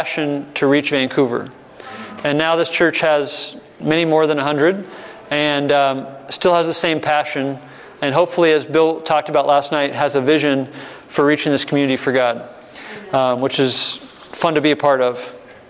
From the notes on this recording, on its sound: breakout session in the church revitalization track at the 2023 Propel Conference